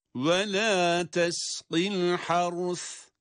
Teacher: الحرث kelimesindeki duruşa dikkat ettiniz. Önce ra cezimle okunuyor, sonra sa harfi peltek olarak.